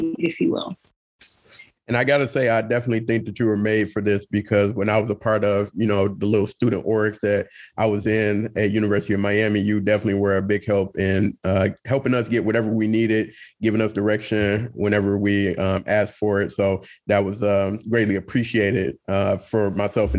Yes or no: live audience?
no